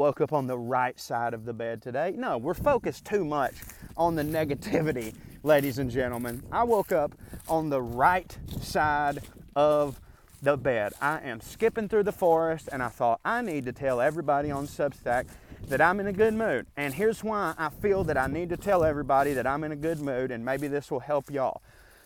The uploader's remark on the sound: a rant I went on while walking through the woods